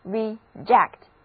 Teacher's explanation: 字母 e 在这里发短而急促的 e，重音在第二个音节